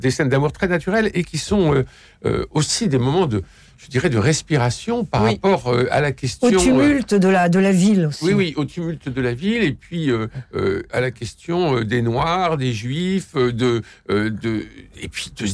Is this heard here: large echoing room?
no